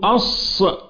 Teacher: وحرف الصاد يخرج من طرف اللسان مع ما فوق الثنايا السفلى · Term: مخرج